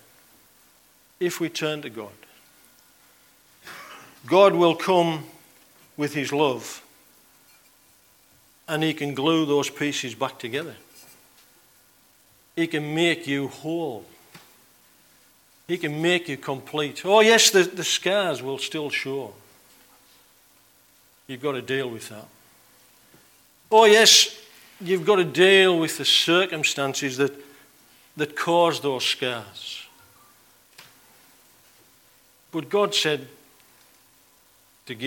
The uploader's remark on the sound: on 20th October 2019 at King's Church, Cockermouth.